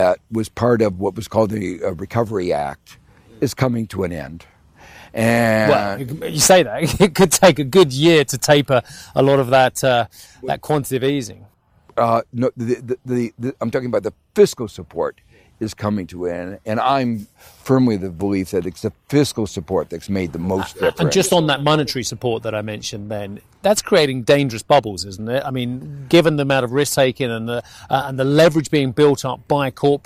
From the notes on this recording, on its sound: We are live at the Ambrosetti Forum on the shores of Lake Como